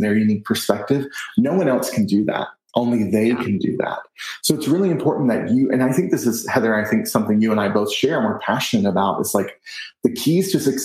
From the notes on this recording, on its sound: I recently had a virtual chat